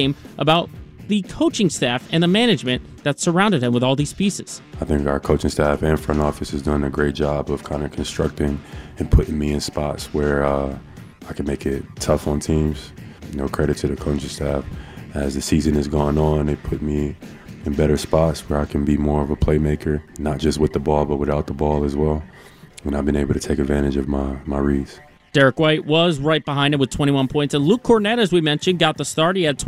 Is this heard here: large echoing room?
no